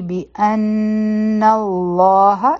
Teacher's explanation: الم یعلم بأن الله، بیا به حمزه د نون مشدد سره یوځی کو، غنه به وکو بأن، او بیا به نون د لام جلاله سره یوځی کو، دا به شي بأن الله، لام جلاله به غټ وایو، ځکه چې په نون باندې فتحه ده زور دی، حمزه الوصل به نه وایو، په ها باندې فتحه ده، دا به هم ادا کړو.